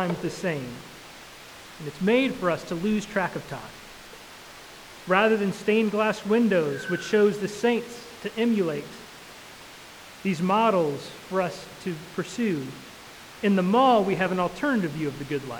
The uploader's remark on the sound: Pardon us for the sound quality of this recording! Technical difficulties on Sunday.